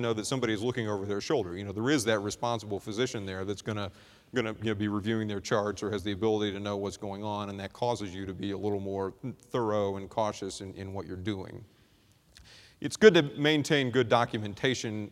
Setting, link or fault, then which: setting, large echoing room